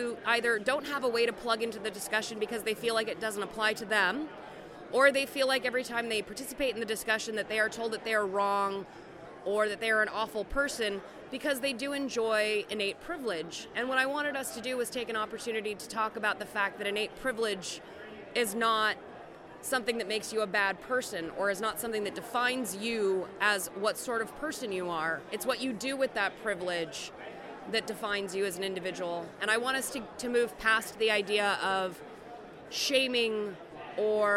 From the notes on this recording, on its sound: at the Twelfth Annual Southern California Linux Expo (SCALE 12x)